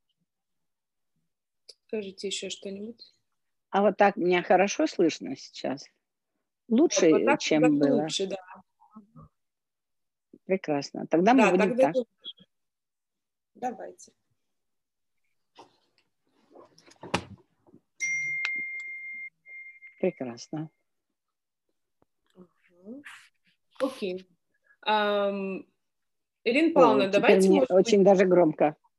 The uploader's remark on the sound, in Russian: Zoom-эфир. Запись прямого эфира с ответами на вопросы.